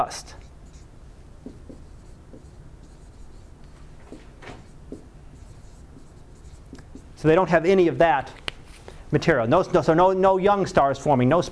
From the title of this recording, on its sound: Live Class Lecture